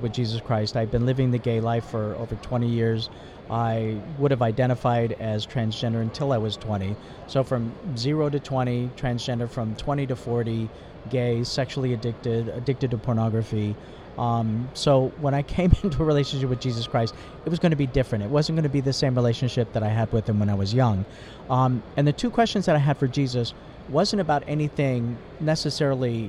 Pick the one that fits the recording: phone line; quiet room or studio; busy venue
busy venue